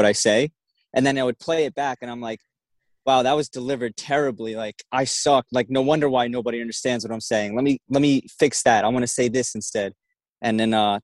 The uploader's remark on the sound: Monday Live Zoom Recording